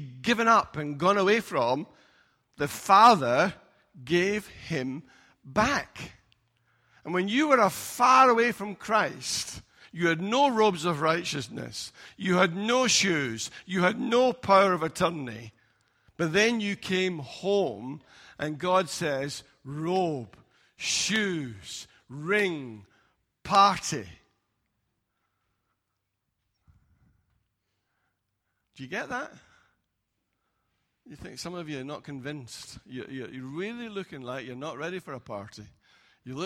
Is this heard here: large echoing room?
yes